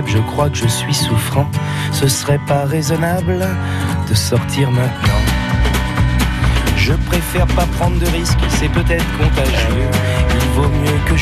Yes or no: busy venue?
yes